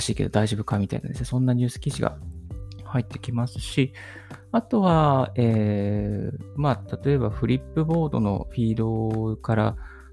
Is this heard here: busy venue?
no